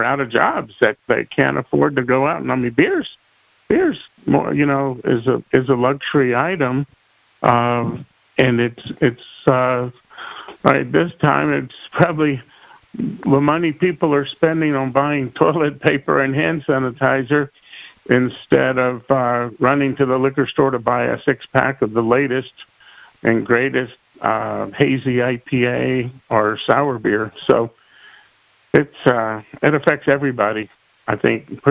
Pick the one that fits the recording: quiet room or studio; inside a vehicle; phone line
phone line